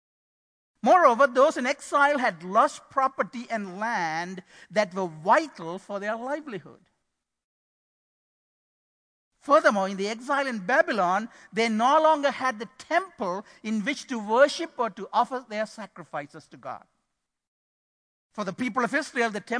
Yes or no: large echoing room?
yes